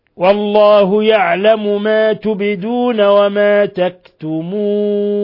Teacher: الباء ساكنة تقلقل لأنها من حروف قطب جد